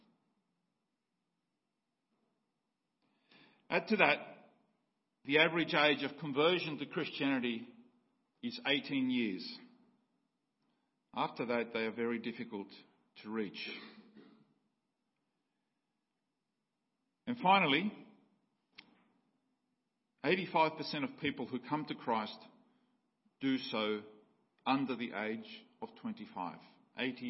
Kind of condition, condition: setting, large echoing room